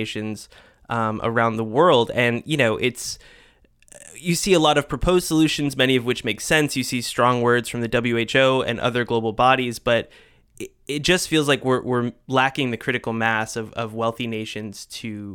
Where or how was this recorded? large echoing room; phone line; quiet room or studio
quiet room or studio